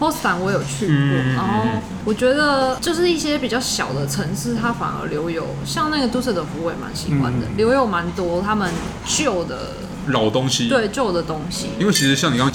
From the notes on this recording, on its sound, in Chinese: 本集白噪音指數：微風級 2/5。錄音地點： 點亮咖啡。